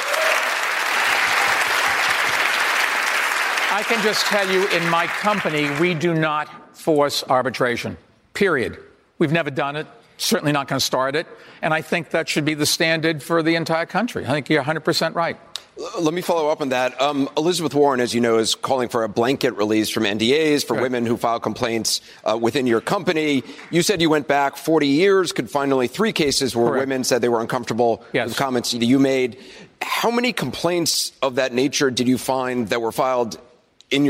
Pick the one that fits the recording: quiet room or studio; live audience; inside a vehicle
live audience